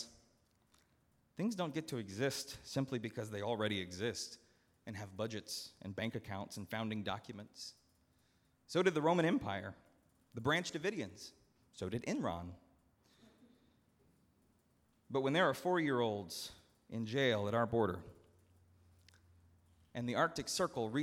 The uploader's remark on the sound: at Northminster Church on July 21, 2019